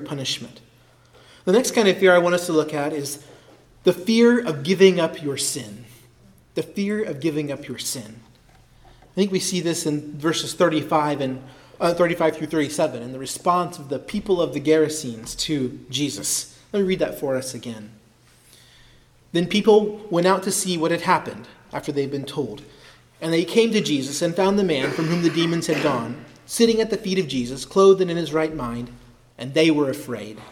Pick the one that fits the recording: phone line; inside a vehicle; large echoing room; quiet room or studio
large echoing room